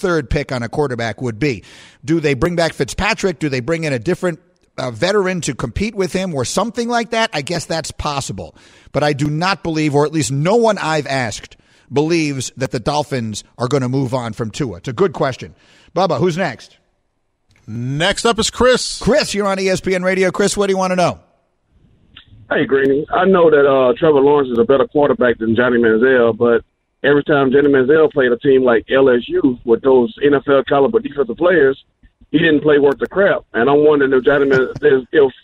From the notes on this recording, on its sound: we open the phones and let you ask the questions